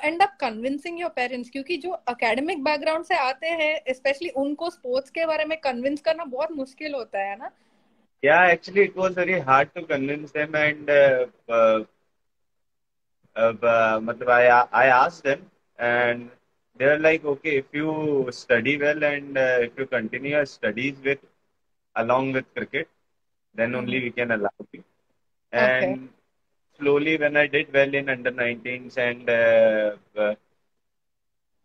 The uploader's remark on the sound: IDCF Special Instagram Live